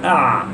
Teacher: هناك جريان للصوت ولكن ليس كجريان الصوت في حروف الرخاوة، وليس هناك انحباس كالذي يحدث مع حروف الشدة، فهناك توسط في النطق أو عند النطق بالحرف. · Term: التوسط